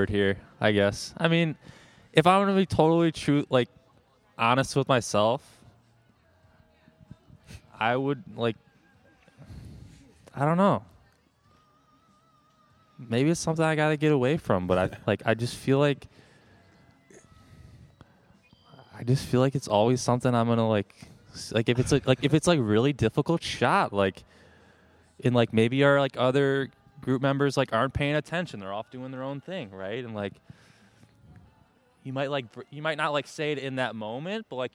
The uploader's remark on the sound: Come to you live from the patio at Canal Shores in our first podcast of the summer.